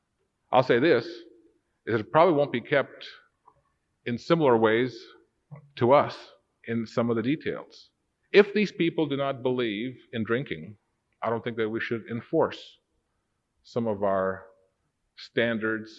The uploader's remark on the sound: Recorded September 28, 1992 in the Worldwide Church of God. This was recorded when I was Assistant Director of Church Administration for the Worldwide Church of God in Pasadena, California.